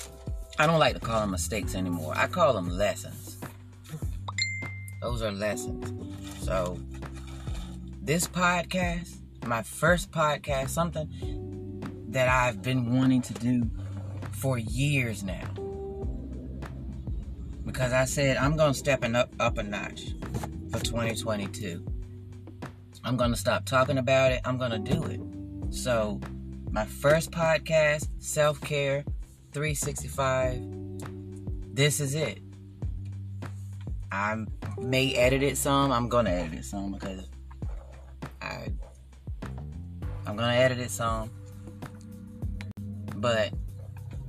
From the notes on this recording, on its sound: Excuse the background noise and chopped up videos. I am still learning how Anchor works.